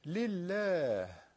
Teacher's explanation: لام لفظ جلاله ترقیق میشود. چرا؟ به خاطر اینکه قبلش کسره داره